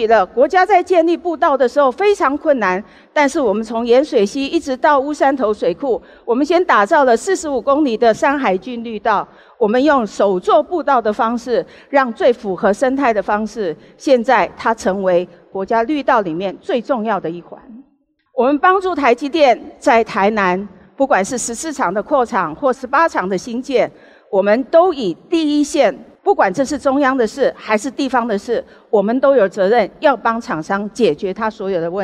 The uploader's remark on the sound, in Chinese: 本集節目取自【2023突破者知識跨年饗宴】現場錄音。